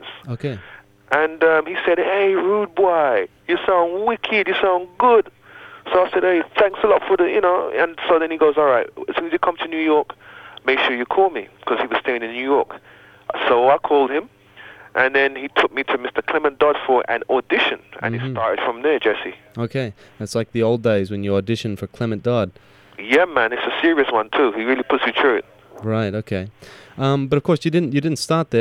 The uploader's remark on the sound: Recorded via telephone.